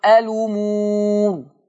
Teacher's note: قرأ ورش بنقل حركة الهمز إلى اللام فتقرأ الأمور.